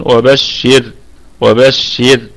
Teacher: بشر الكلمة كلها مرققة، وبشر وقفا، وبشري أيضا في حالة الوصل الراء مرققة ونقف عليها أيضا بوجه واحد بالسكون، وبشر وبشر.